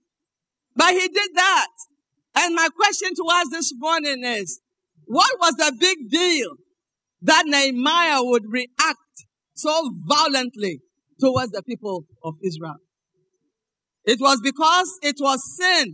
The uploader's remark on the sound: Sermon preached at CBC Adabraka Campus.